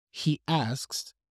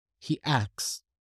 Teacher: they would not pronounce the S before the K sound · Shown in: second take · he axe. And this is a common thing across the United States.